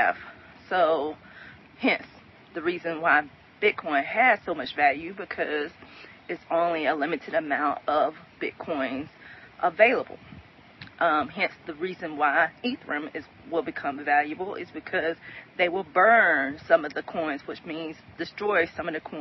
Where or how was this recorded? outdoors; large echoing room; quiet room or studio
outdoors